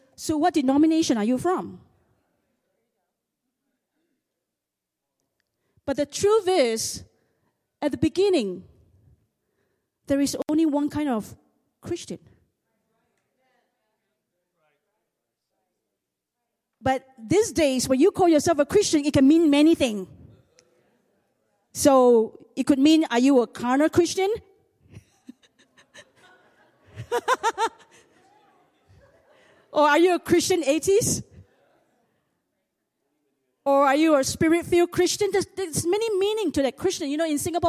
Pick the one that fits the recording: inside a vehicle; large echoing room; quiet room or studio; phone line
large echoing room